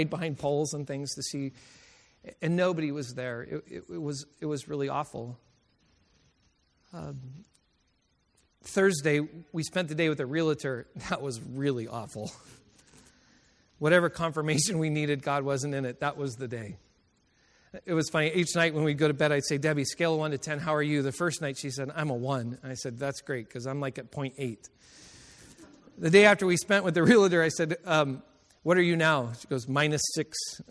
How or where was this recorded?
large echoing room